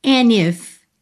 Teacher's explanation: Você juntou pelo N, tá? O D sumiu.